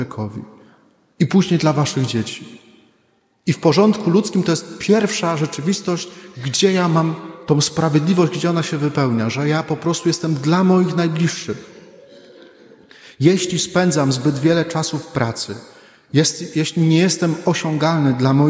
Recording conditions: large echoing room